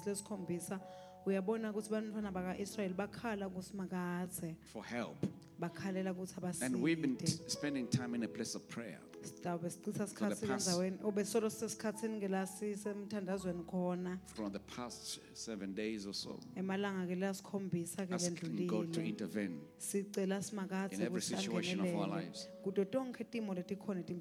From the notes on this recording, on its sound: Recorded Live at The Apostolic Hub.